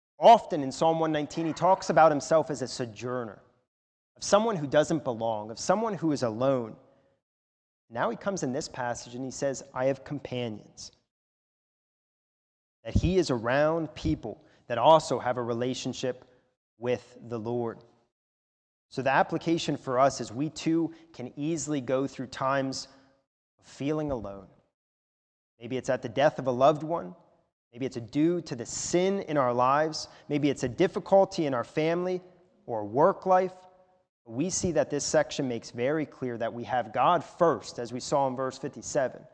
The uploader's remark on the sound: a sermon recorded at the Lebanon Bible Fellowship Church in Lebanon, PA during the morning service on 10/31/2021